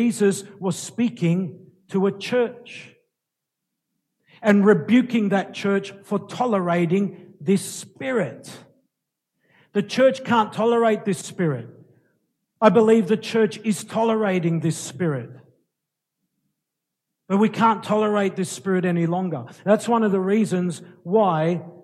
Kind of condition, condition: setting, large echoing room